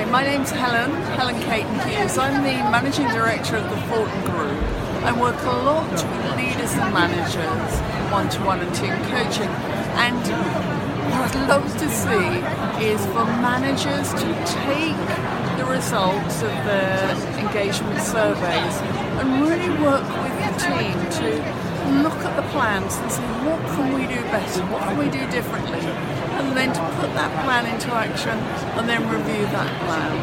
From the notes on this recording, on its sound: Visited the CIPD Festival of Work 2019.